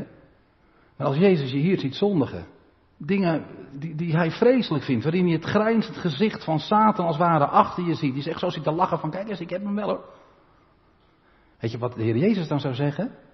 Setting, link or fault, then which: setting, large echoing room